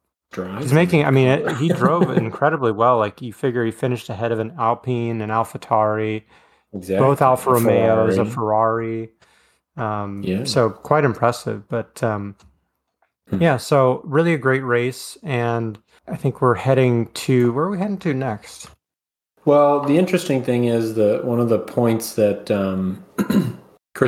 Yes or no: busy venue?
no